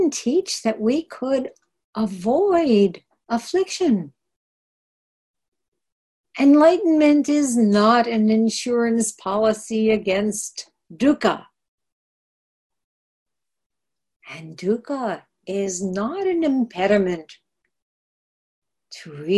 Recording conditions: video call